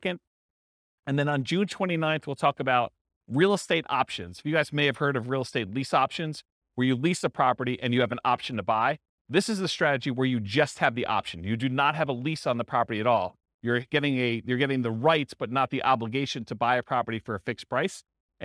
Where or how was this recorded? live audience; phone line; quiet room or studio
live audience